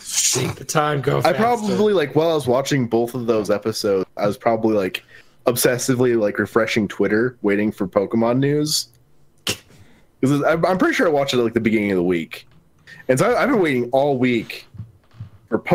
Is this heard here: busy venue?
no